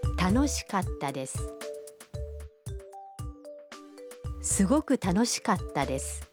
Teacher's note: Katta is pronounced with a brief pause in between ka and ta.